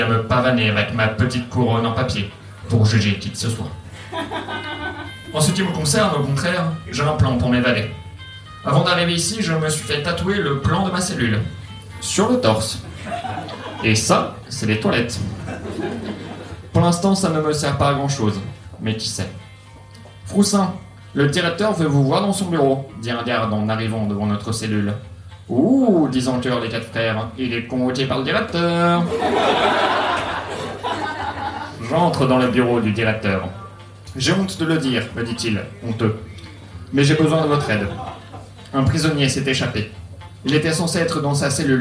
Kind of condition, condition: setting, live audience